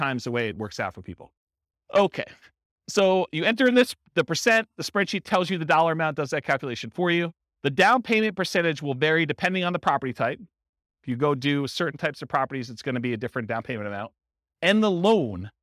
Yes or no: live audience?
yes